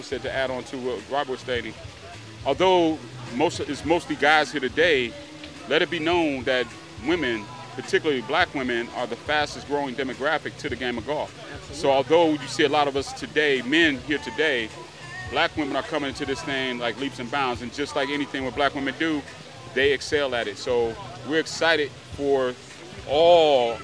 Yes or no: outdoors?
yes